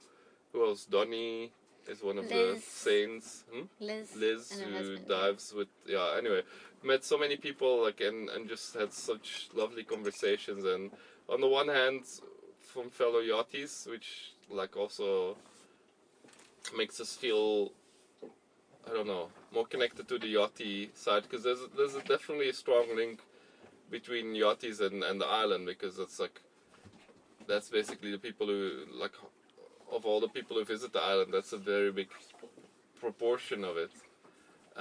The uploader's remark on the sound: Recorded while at anchor at St Helena. Our 31 foot (9.3 meter) long boat. The specs of our little sailboat, a Morgan 31.